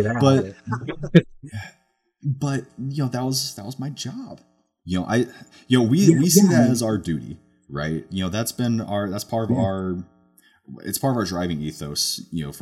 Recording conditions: poor sound quality